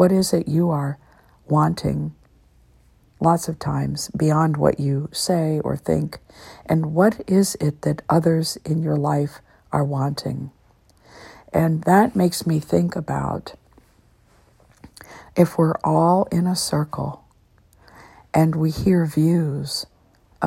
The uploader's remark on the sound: I decided to be quite spontaneous this morning and to sit in my recliner, using the app "Just Press Record" and share what I was getting.